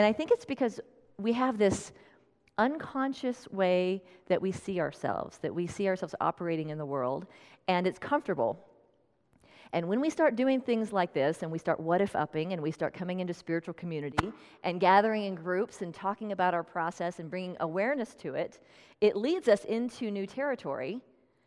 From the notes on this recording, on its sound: Tune in to this special talk, recorded at Unity of Red Rocks in Morrison, Colorado.